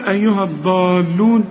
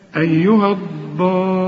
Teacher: المد ده هو اللي فوق اللام اللي بعده حرف مشدد اسمه مد لازم، لازم تمد ست حركات · Shown in: second take